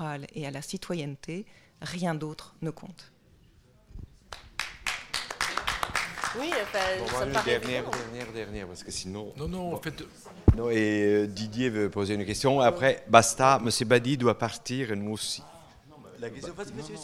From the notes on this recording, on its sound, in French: Echanges entre les intervenants et le public, enregistrés le 22 janvier 2015 dans le cadre du colloque « Patrimoines spoliés.